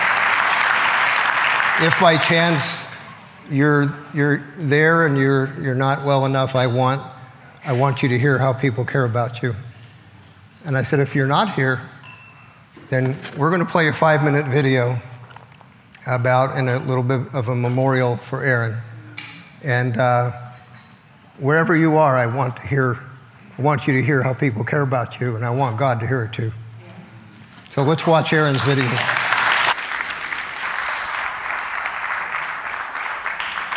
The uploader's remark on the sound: The Norris Group’s annual award-winning event, I Survived Real Estate is back, LIVE! Our 15th annual black-tie gala that benefits Make-A-Wish and St.